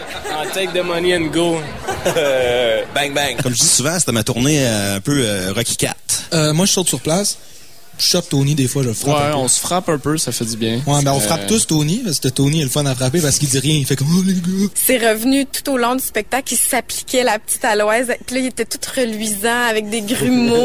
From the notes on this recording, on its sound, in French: Émission spéciale du Festival d'été de Québec, diffusée à partir du bar Le Sacrilège.